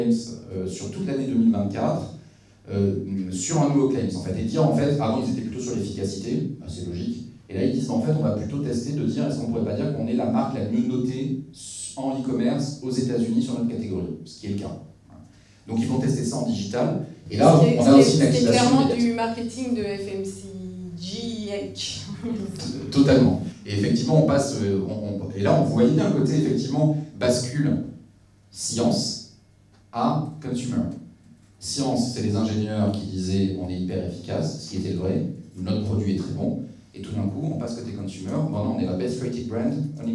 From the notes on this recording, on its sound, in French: Cette conférence, animée par 2 pionniers français du Social Listening et de la Social Intelligence a été enregistrée à l’occasion du Printemps des Etudes 2023, le salon du Research, de la data et des insights.